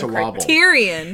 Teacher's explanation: I was emphasizing the tier in Criterion. · Term: emphasis